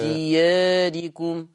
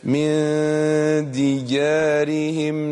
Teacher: الألف في دياركم مقللة قولا واحدا نعم، لأنه جاء بعد الألف راء مكسورة · Term: التقليل